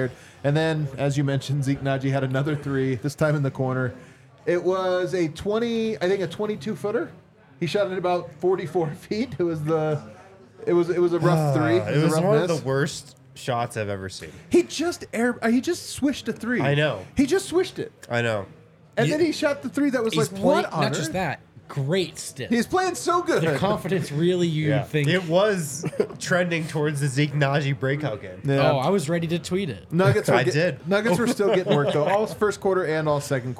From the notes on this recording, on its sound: LIVE from the DNVR Bar